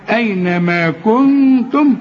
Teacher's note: ما تضربش لسانك في حلق بقك وتظهر النون ابدا